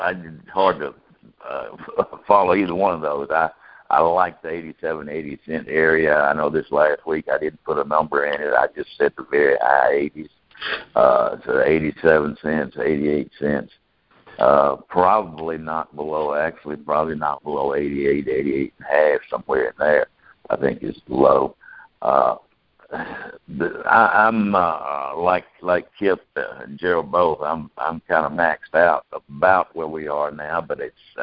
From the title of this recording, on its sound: June 2018 Monthly Conference Call